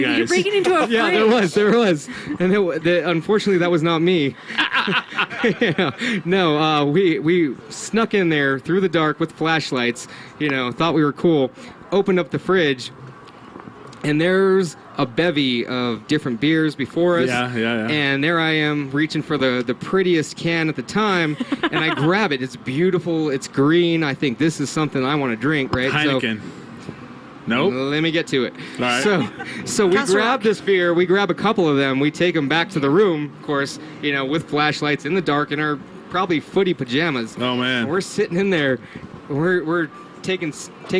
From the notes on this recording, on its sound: We come back to you live from the Santa Fe Brewing Taproom at the Green Jeans Farmery hour number 2.